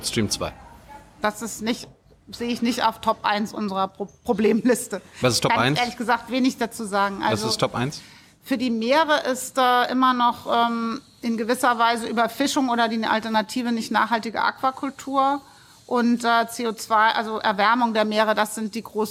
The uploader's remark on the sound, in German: August 2020 in der Berliner Buchhandlung Ocelot aufgezeichnet.